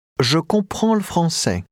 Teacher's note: notice how the L sound of le français almost gets lost, but not quite.